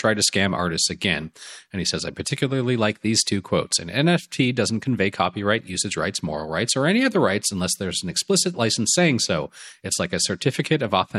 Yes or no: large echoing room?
no